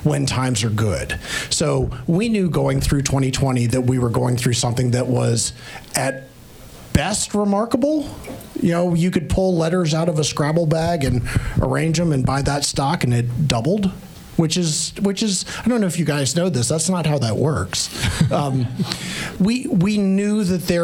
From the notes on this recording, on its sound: Live from the Hawk & Griffin Pub in Vienna, Virginia.